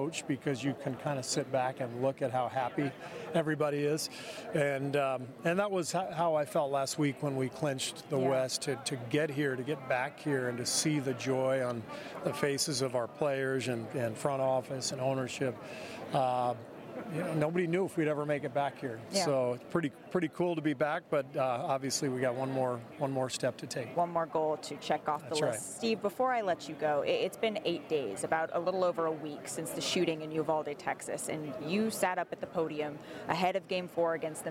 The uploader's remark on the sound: we're live at Finals Media Day!